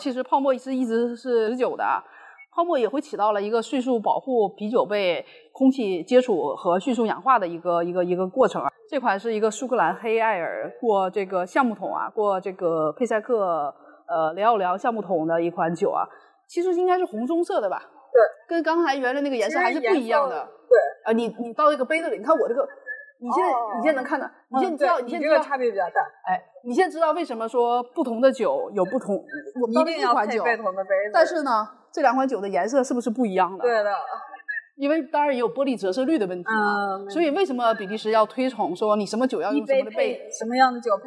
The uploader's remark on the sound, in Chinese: 本期节目收音欠佳请见谅，感谢各位的宽容。